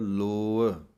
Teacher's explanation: ਲੱਲੇ ਹੋੜੇ ਦੀ ਆਵਾਜ਼ ਲੰਮੀ ਬੋਲ ਕੇ ਅਤੇ ਐੜਾ ਮੁਕਤਾ ਬੋਲਣਾ ਹੈ